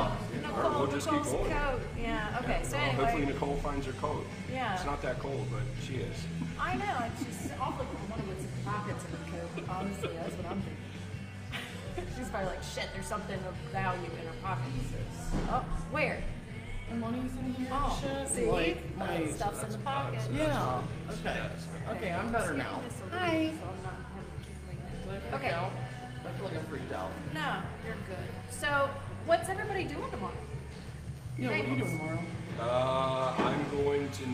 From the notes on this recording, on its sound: We are LIVE at Pandemonium in Latonia, KY